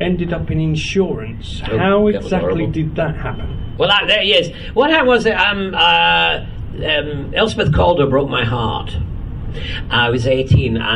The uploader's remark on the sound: This episode we bring you the last of our exclusive interviews recorded in 2016 at the Science of the Timelords convention held at the National Space Centre in Leicester. We thank him and the convention organisers for recording this interview especially for this podcast.